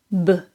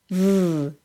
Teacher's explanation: The air comes out smoothly and not in a puff for the V sound. · Shown in: second take